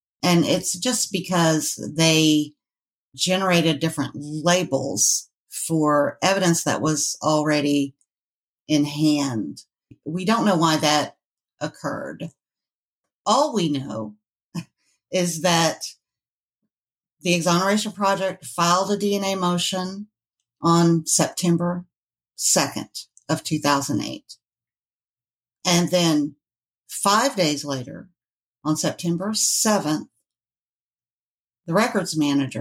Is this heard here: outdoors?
no